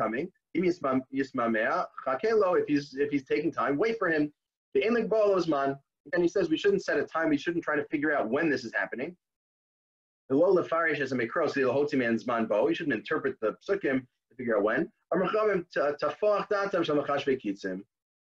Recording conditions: video call